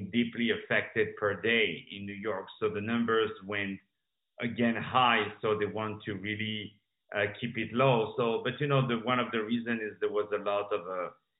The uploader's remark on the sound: On the Phone